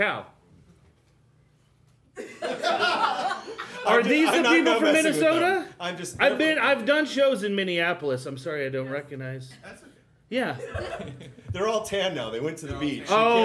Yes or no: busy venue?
yes